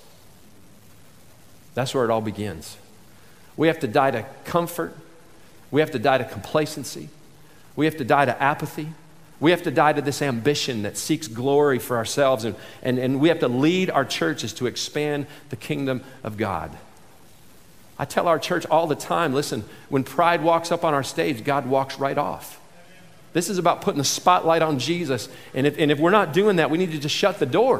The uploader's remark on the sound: this selection from the 2019 MOVE conference